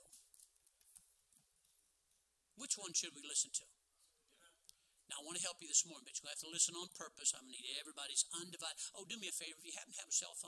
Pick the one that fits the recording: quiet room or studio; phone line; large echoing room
large echoing room